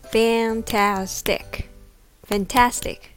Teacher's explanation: Fantastic Fantastic アクセントは Tas に置かれていますリズムで言うと Da da da です